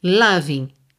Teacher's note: loving termina em ing, o g final não é pronunciado, eu posso usar o n para ligar na próxima vogal.